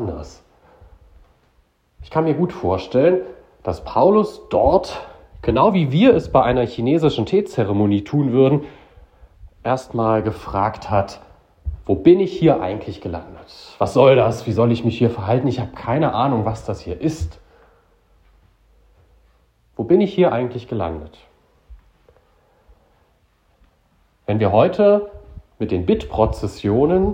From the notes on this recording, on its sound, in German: Predigt zum Bittgottesdienst am Mittwoch vor Christi Himmelfahrt 2023 in Beinrode